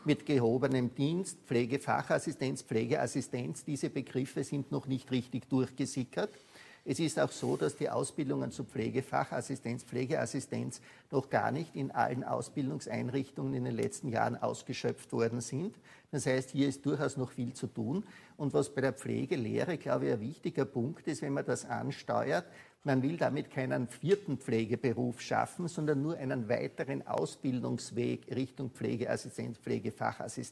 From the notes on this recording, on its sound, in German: November 2020 im Dachfoyer der Wiener Hofburg aufgezeichnet.